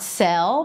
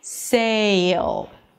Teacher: So it's not sell, but if you're adding a y sound, sail. · Shown in: second take · And yes, you can think about closing your jaw and pushing the tongue forward as well.